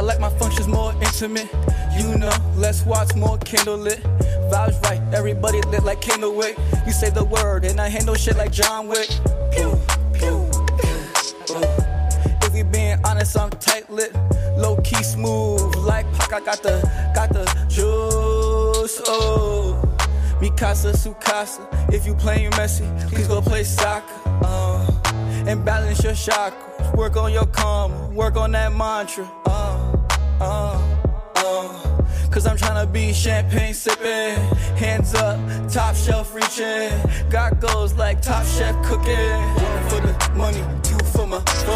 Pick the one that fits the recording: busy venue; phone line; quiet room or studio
busy venue